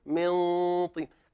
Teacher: تخفي عند الطاء، من طين مثلا، من طين، اللسان يحاصر مخرج الطاء · Term: غنة الإخفاء